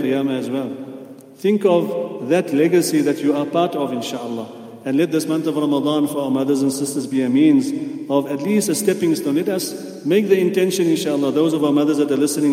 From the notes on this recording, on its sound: at the Houghton Masjid (West Street)